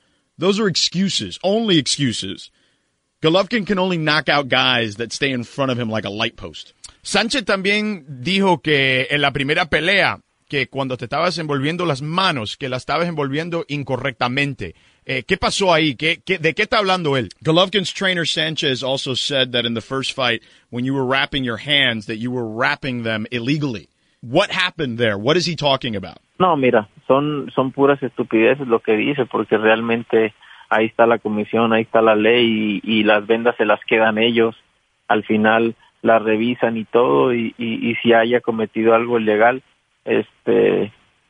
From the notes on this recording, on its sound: called in to talk